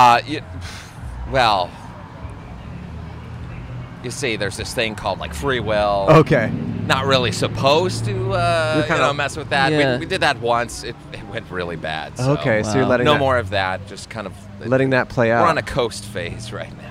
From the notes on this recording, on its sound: We set up outside of a Portland strip club on a wild late Sunday night. Recorded in front of Dante's. In Portland, Oregon.